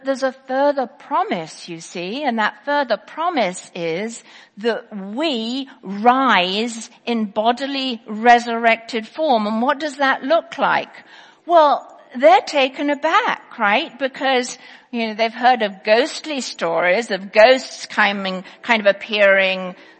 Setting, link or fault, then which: setting, large echoing room